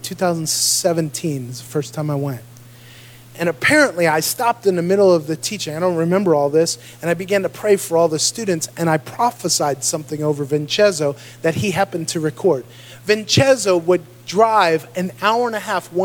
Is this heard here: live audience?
yes